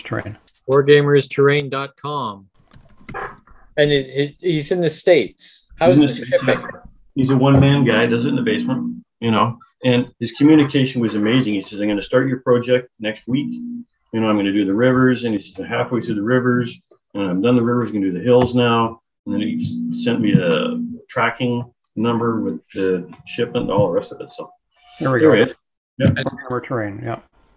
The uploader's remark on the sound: Despite a spotty Zoom connection.